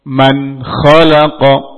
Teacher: Kha ini keluar dari ujung tenggorokan · Term: izhar halqi